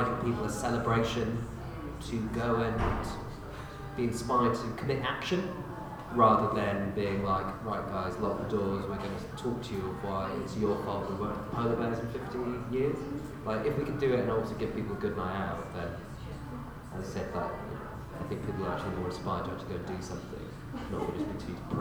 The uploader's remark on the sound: Recorded live as part of TakeOver 2019.